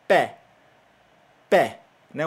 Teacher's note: Você vê que a gente abre bem a boca, esse é, pé, né? Então, é um som aberto